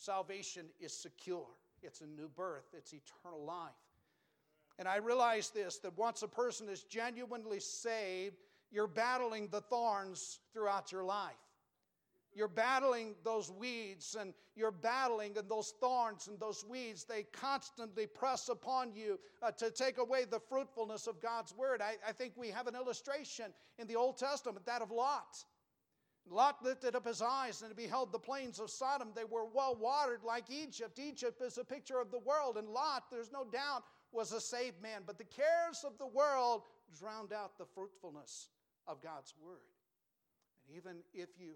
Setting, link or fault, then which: setting, large echoing room